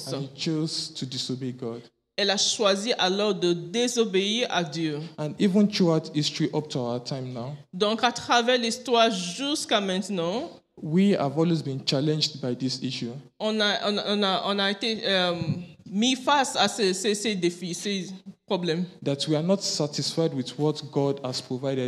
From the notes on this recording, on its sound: Preached during Joyful Hour Sunday Service